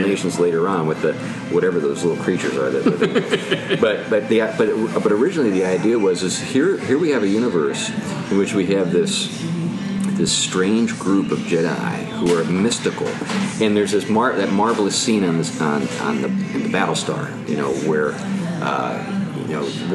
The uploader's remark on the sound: Fittingly, the guys had to choose between air-conditioning and optimal conditions for recording the show. Sounds like the wrong choice was made. This is our last episode with our old recording equipment.